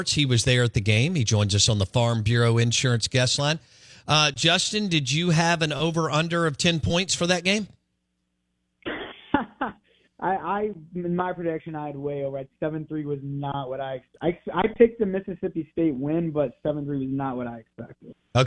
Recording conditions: phone line